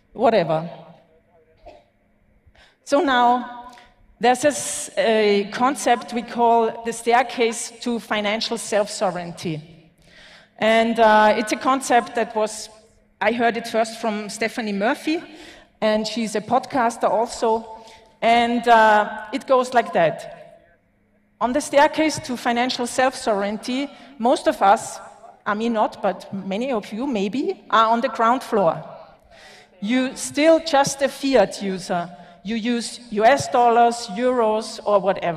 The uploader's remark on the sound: Talk at LaBitconf 2021 in El Salvador, the longest running Bitcoin conference in Latin America.